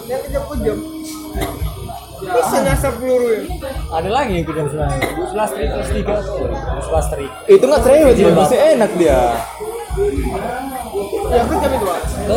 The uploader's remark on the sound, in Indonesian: Mohon maaf jika audio kurang srek ditelinga, lagi lagi saya lupa membawa alat audio recorder.